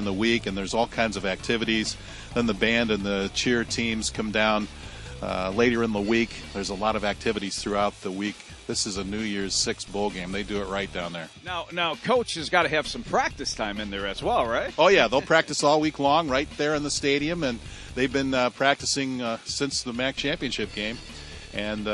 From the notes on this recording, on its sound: at our "Cotton" Bowl fundraiser for the Pretty Lake Camp